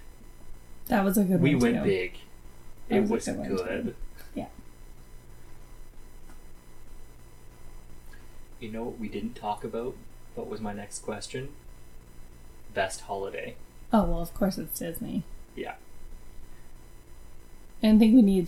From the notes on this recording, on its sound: the audio quality of this episode sucks I have done everything I know how to do and I could not improve this episode